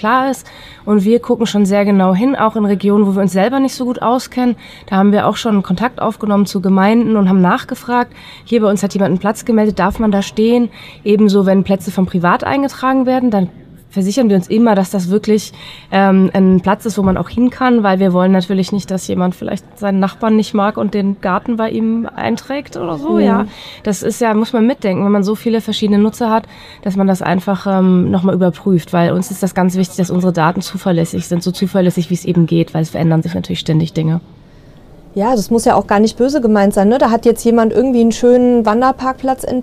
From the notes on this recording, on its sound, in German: Caravan Salon 2023 Interview. Die heutige "Live"-Folge vom Caravan Salon ist gleichzeitig sowas wie ein kleines Familientreffen. Auf der Messe treffen wir sie aber immer.